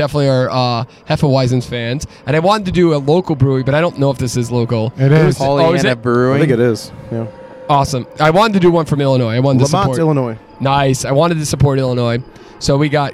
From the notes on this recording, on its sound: A beautiful Saturday under the stars. The boys enjoy a nice pregame outside while enjoying espresso martinis and craft beer.